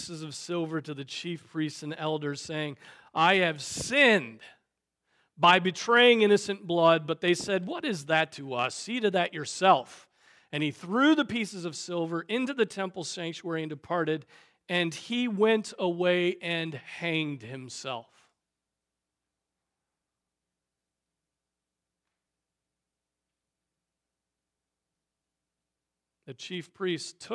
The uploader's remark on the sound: Preached on May 14, 2023 at Trinity Presbyterian Church ( Evangel Presbytery ) in Spartanburg, SC.